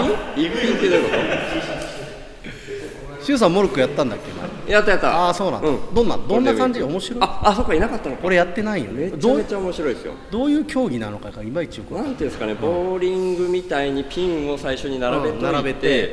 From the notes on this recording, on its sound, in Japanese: 金曜日のpodcastフェス運営委員会？の朝の雰囲気inいいかねパレット。金曜日のpodcast焚き火フェスの当日。いいかねパレっとのシェアライブラリーにて収録。